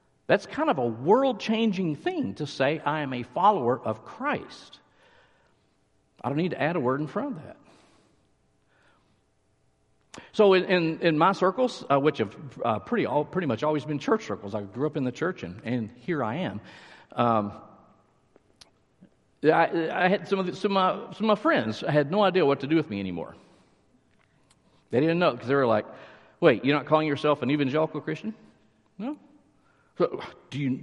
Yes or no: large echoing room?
yes